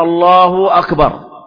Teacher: يشبع الضمة حتى يتولد منها واو، فيقول الله أكبر، يرفع لفظ الجلالة بالضمة فيتولد معها أيضا واو، وهذا لا يصح.